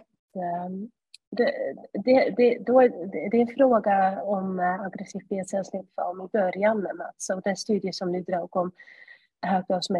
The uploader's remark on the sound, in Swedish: Ljudinspelningen från SOF:s webbinarium om maligna lymfom.